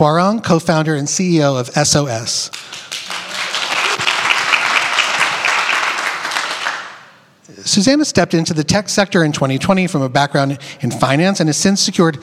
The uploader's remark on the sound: The Retail Darwin LIVE BOSTON June 2023. We did it LIVE! Seaportbost.